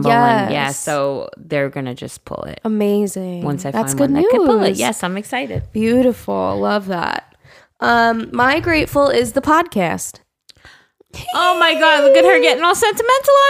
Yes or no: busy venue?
no